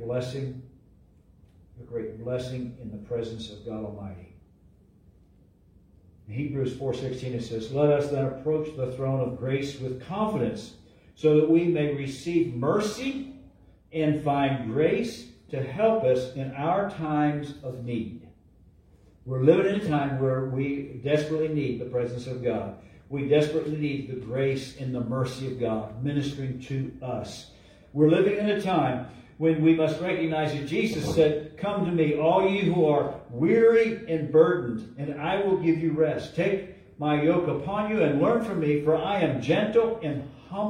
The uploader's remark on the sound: LIVE from Calvary